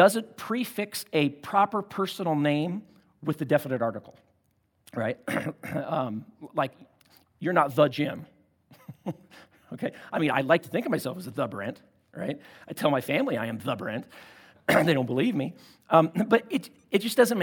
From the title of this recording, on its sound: at Timberline Church